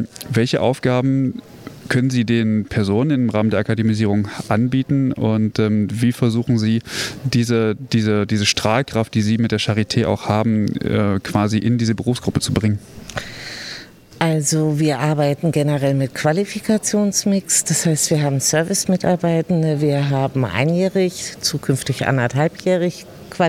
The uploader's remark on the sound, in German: SPEZIAL Live vom Deutschen Pflegetag (Tag 2).